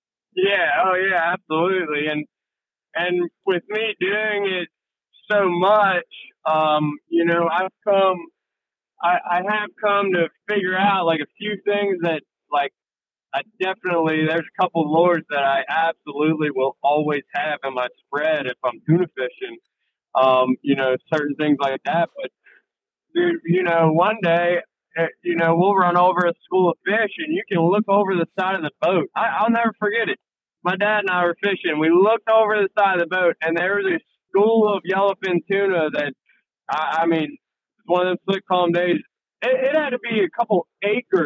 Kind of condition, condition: setting, inside a vehicle